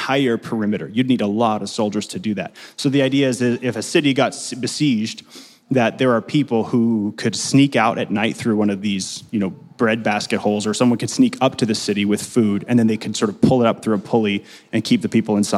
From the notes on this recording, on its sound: Delivered live, at Capital City Church in St. Paul, MN.